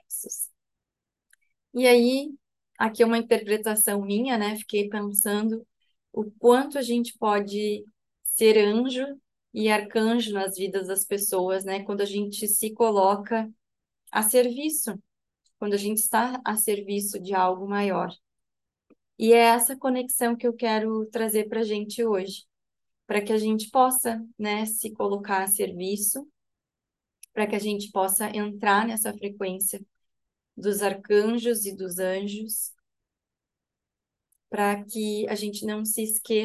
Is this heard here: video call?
yes